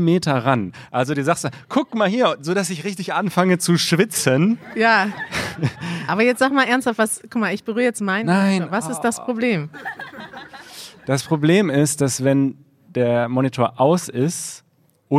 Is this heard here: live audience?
yes